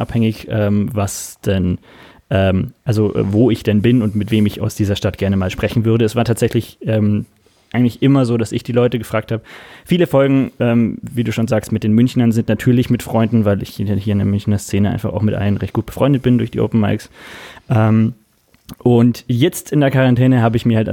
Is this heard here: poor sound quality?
no